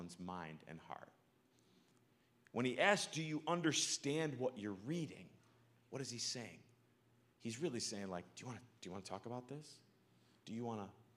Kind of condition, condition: setting, large echoing room